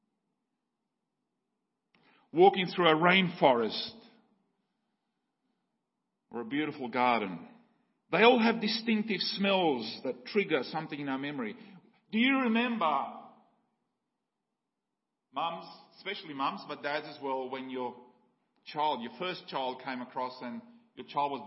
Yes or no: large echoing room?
yes